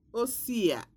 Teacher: The voiceless alveolar fricative palatalized before a